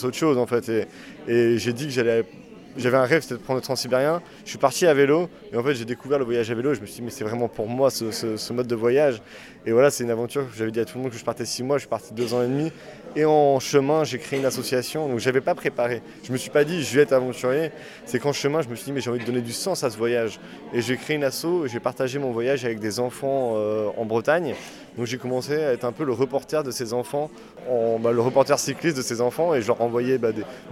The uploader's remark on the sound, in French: Ayant eu la chance d'être invité au festival organisé par les aventuriers du bout du monde, j'y suis allé avec mon micro.